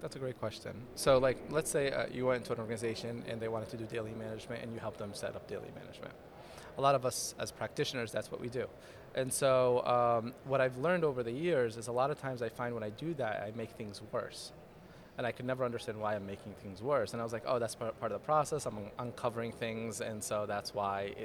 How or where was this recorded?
busy venue